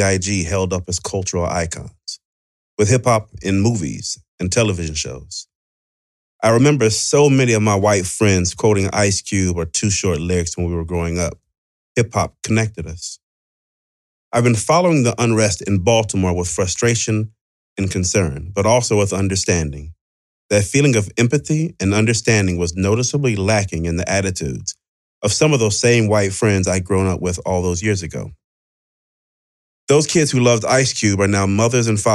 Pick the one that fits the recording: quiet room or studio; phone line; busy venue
quiet room or studio